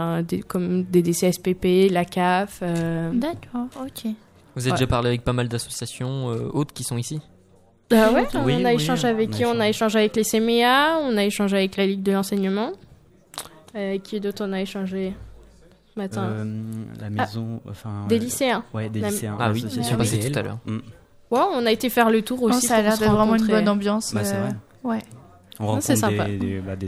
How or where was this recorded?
busy venue